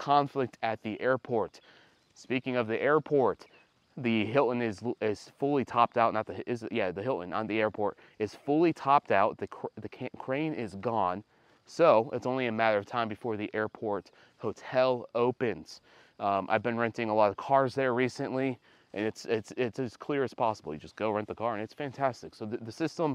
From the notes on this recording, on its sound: Live from the overlook of Gatlinburg in the Smoky Mountains